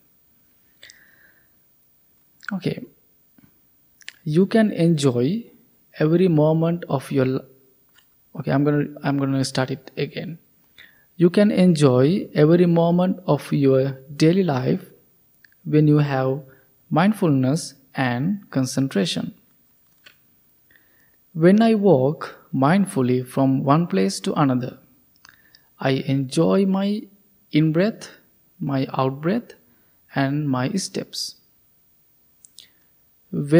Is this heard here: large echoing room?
yes